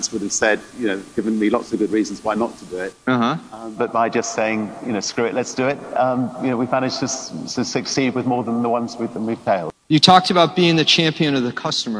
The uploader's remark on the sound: Reports from day 3 at Microsoft’s Worldwide Partner Conference in L.A.